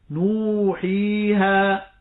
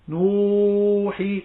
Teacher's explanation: المد هنا الطبيعي بمقدار حركتين فقط · Shown in: first take · Term: المد الطبيعي